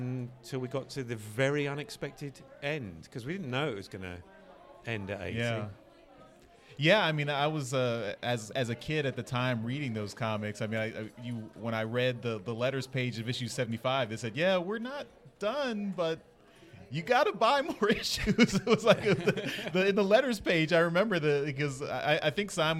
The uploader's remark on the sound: We’re live from TFcon Toronto 2022!